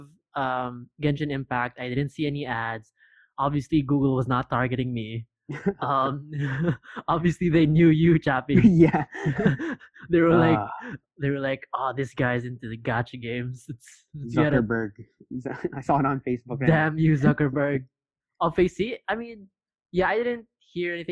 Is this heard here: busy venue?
no